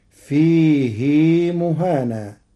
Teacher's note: قرأ ورش كلمة فيه بعدم صلة الهاء